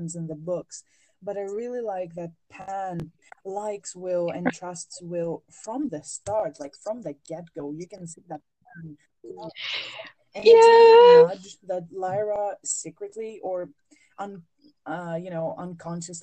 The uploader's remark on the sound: Two non-english speakers who live across the ocean from each other. Sorry for all the awkward audio.